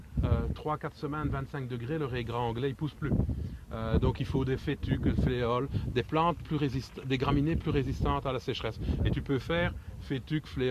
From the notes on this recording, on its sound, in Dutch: Beluister zijn getuigenis die werd opgenomen tijdens de Wervel-excursie.